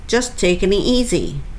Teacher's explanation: g, n の g が落ちて n と後ろの it がくっついて taking it easy taking it easy もっと言うと it の t もちょっと落ちやすいので